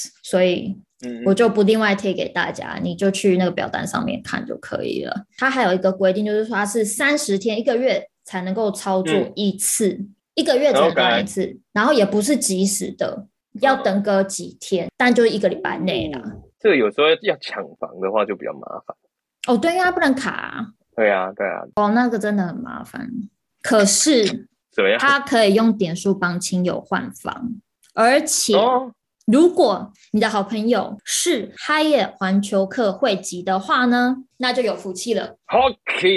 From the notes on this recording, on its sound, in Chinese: 很抱歉這次因為無法克服的原因，因此我們只能線上錄音。